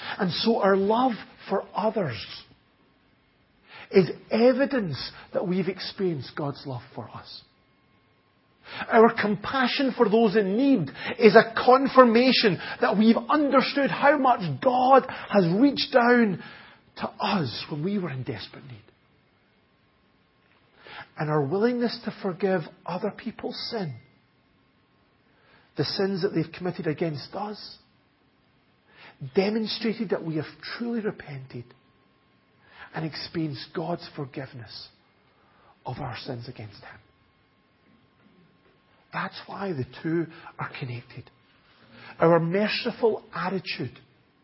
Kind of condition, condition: setting, large echoing room